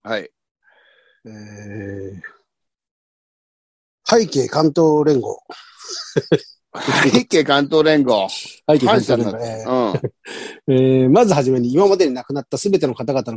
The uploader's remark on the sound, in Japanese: ZOOMで収録